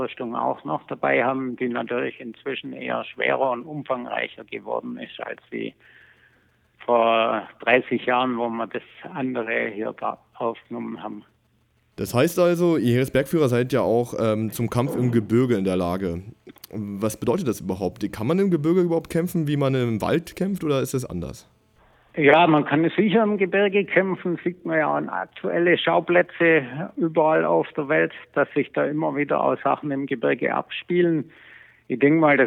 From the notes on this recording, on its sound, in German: spricht am Telefon einer von ihnen